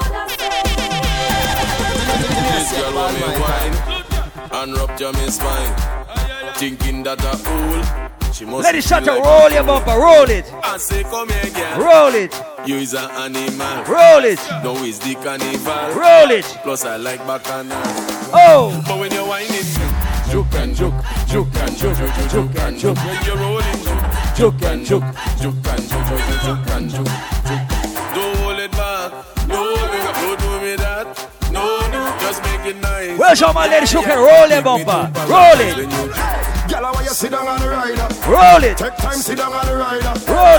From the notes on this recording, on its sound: LIVE AUDIO from Island Saturdays on Jan 13th